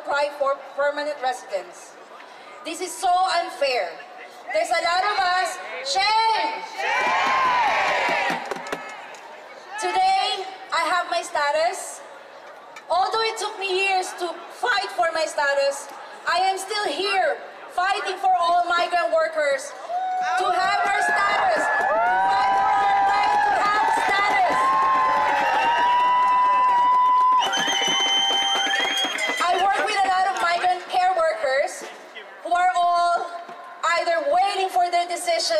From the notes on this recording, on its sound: Out on the streets of Toronto covering live events. 'STATUS FOR ALL PROTEST'.